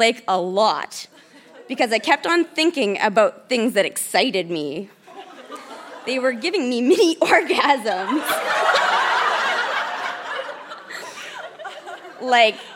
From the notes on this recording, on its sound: Recorded live at the Park Theatre in Winnipeg, MB.